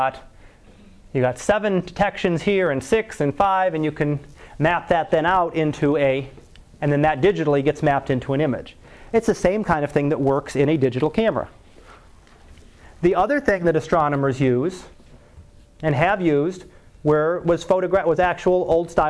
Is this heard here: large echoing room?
yes